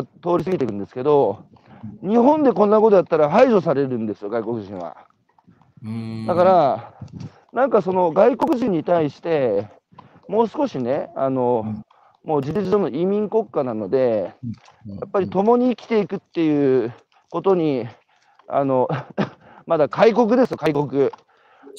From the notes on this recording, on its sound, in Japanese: 歩きながら1時間、対談する